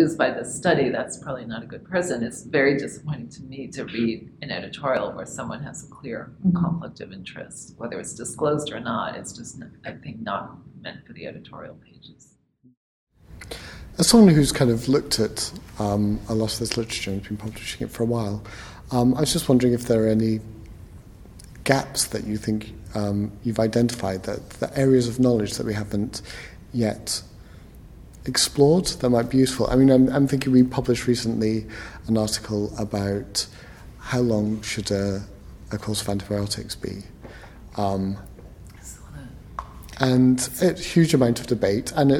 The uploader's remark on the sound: This week we’re at the Preventing Overdiagnosis conference in Quebec Canada